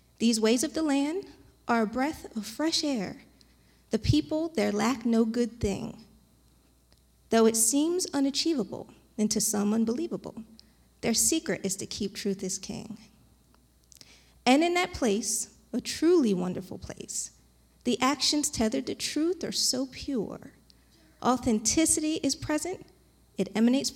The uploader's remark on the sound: recorded live on January 30th, 2022 at Newark United Pentecostal Church